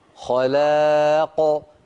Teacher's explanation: انتبهي إلى تفخيم القاف من خلاق عند الوقف هكذا. خلاق بضغط الصوت.